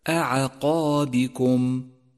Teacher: ثم انتقل من ترقيق العين إلى تفخيم القاف والألف بعده